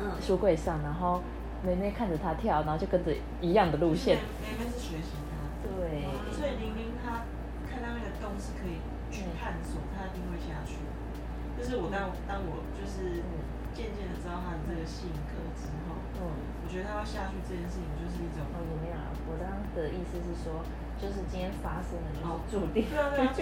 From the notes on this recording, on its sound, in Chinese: 當天睡前用耳麥錄的，紀錄驚魂未定，音質不佳不穩請見諒。